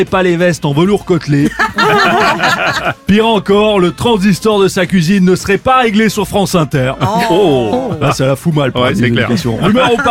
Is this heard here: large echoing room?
no